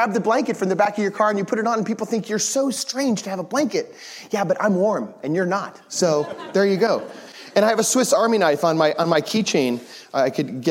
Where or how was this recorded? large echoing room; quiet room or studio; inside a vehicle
large echoing room